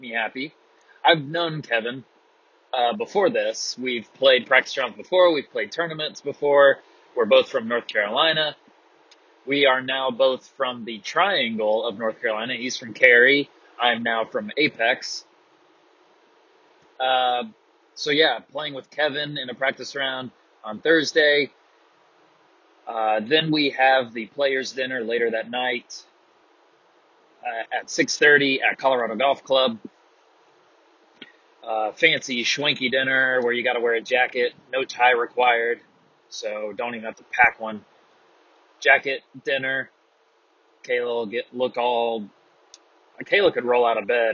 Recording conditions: poor sound quality